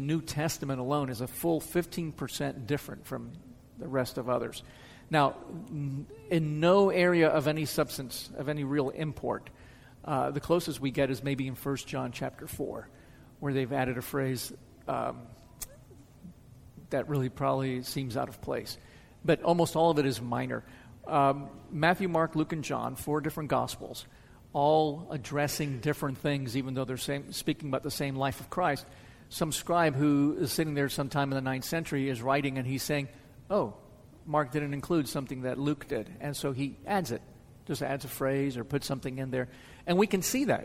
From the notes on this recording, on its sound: answers questions from the audience.